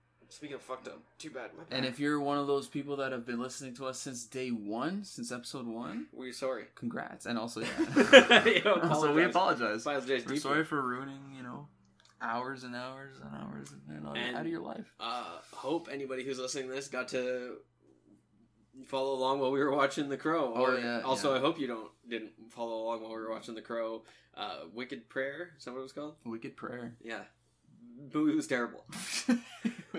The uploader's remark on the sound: the struggle to talk about all of the news because of all the technical difficulties